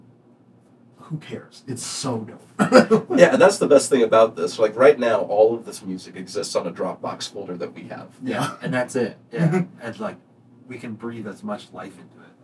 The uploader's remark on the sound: We had some issues with our audio recording and ended up having to use the scratch audio we were thankfully able to record.